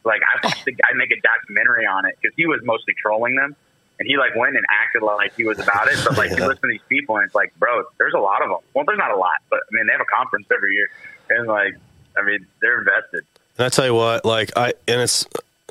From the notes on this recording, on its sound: calling in from Mexico, so the overall audio sounds a little different in this episode